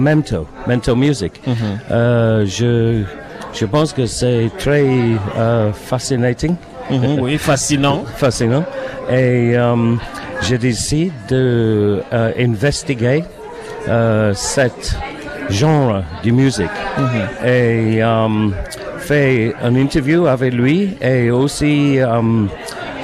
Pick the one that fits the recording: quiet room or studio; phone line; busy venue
busy venue